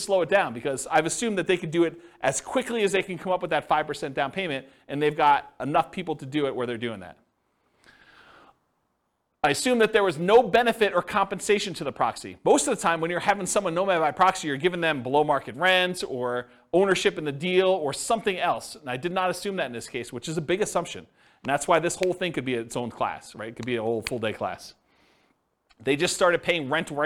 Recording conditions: live audience